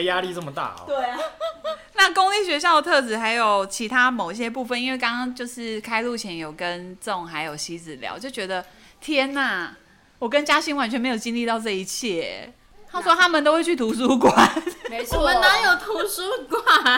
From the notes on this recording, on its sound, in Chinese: 邊哄小孩邊錄音超敬業 聲音距離較遠敬請見諒。